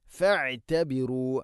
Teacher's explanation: ഐനിൻ്റെ ഉച്ചാരണം ശ്രദ്ധിക്കുക, തൊണ്ടയുടെ മധ്യഭാഗമാണ്.